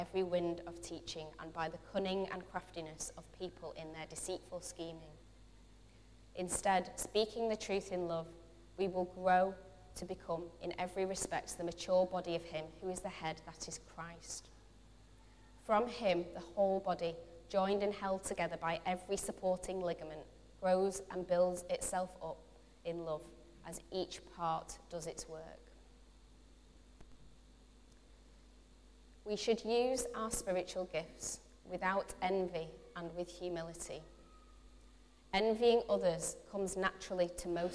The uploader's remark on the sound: Recorded from our Sunday morning service. Metro Christian Centre - Bury.